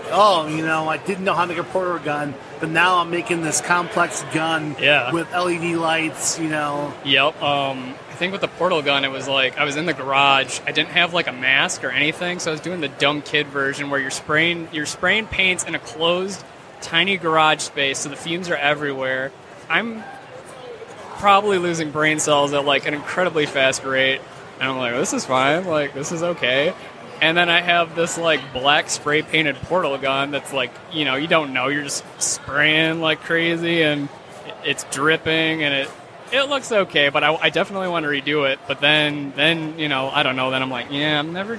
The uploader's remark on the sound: Live at Motor City